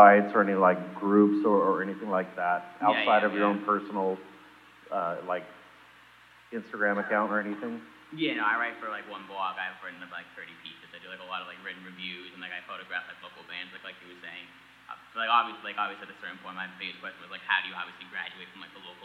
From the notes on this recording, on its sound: Music Biz 101 & More goes live in front of William Paterson University students in spring, 2019. There is screaming and hysterical laughter.